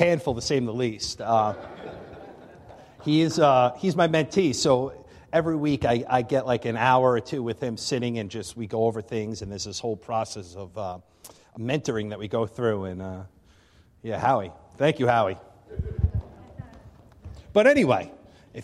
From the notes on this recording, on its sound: Recorded live at the Alabama Full Gospel Fellowship church. 5329 Gravel Rd., Medina, New York 14103.